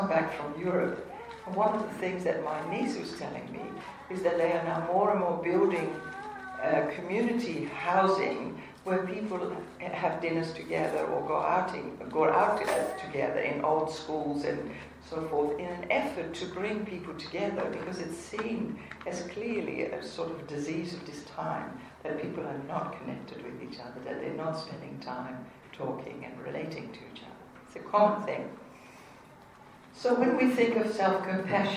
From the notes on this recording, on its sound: The biggest morning tea is an annual fundraiser for cancer research in Australia. This year again I had the honour of guest speaker in Mount Gambier with some 350 people in the audience. Sorry for the background noise.